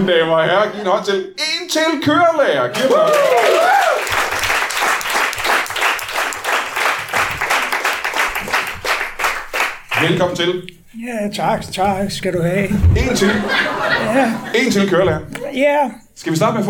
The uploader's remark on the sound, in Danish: LIVE fra Tobbers i Kolding